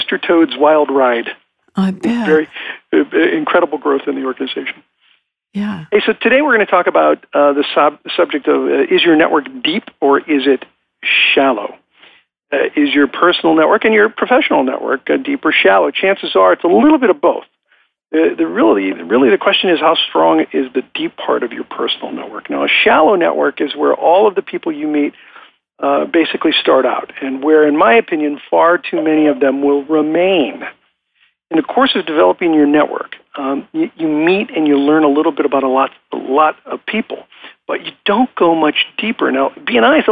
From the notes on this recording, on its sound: I am coming to you from Live Oak Recording Studio in Berkeley, CA. I am joined on the phone today.